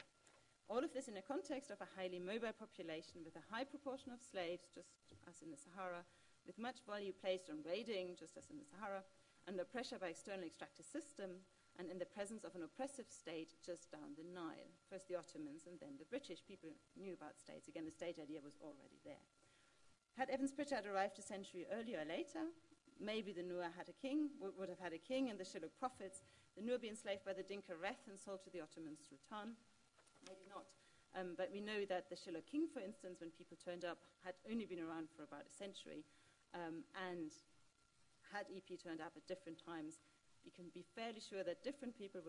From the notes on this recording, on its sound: This event is the Malinowski Memorial Lecture 2019.